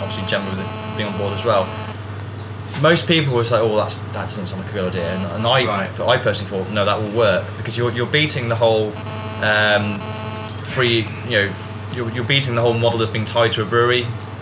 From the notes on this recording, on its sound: A Warwick micro pub. Apologies for the mobile phone interference on the latter part of the recording. Sadly no audio processing could remove it.